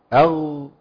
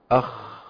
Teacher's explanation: يغفر يغفر لمن يشاء، الدال الغين بخاء، وده سهل جدا، الغين والخاء في تجاور في المخرج، حتى العلماء ما قدروش يفصلوا بينهم في التوصيف، فقالوا يخرجان ايه من مخرج واحد وهو ادنى الحلق